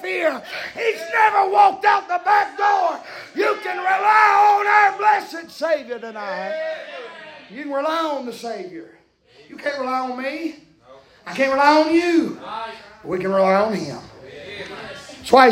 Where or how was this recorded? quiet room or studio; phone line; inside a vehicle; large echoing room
large echoing room